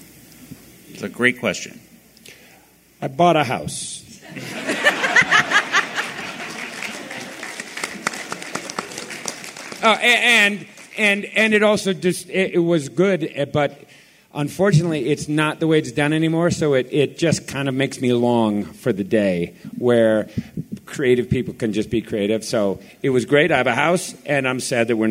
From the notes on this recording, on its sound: Today's episode features audio from the Animaniacs panel at FanX! Has some great questions from the audience.